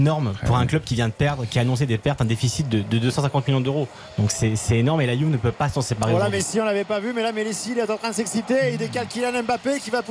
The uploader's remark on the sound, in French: en direct du Juventus Stadium